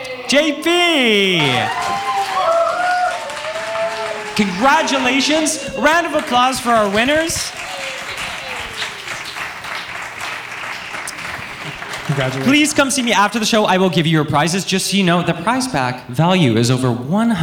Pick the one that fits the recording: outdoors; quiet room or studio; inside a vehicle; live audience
live audience